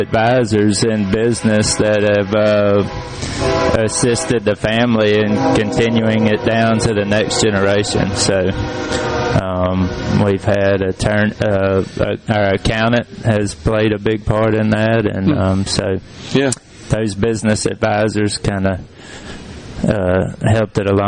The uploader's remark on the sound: LIVE from Summit as we get ready for the 12th Annual Smokin' on the Tracks BBQ Cook Off